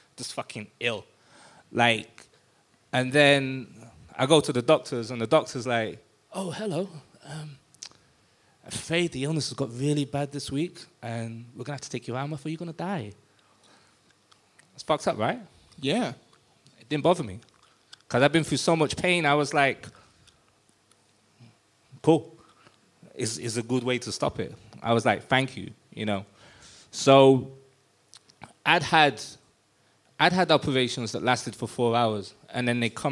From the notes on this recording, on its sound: LIVE in London, England in front of a sold-out crowd at the Hoxton Sq. Bar & Kitchen.